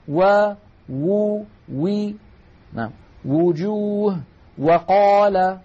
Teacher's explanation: الباء والميم تخرجان بانطباق الشفتين، أب أم، بينما الواو تخرج بانضمام الشفتين إلى الأمام مع إبقاء فرجة بينهما